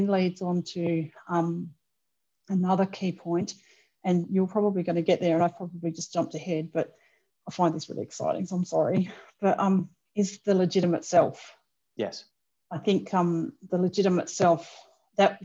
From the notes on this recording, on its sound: Please note that this episode was recorded over Zoom, so the sound quality may not be quite as good as normal.